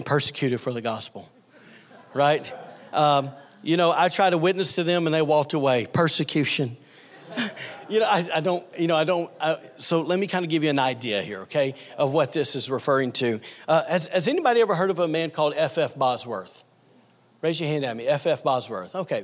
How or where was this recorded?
live audience